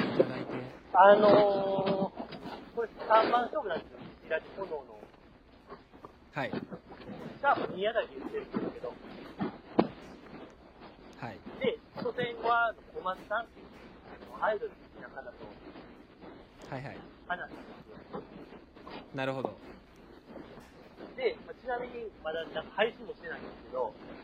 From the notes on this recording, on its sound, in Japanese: 雑音がえげつないですが